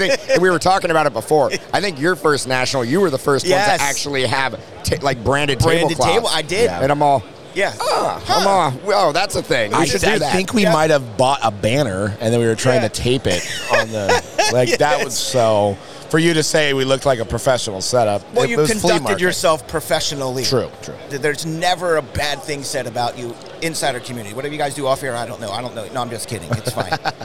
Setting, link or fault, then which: setting, busy venue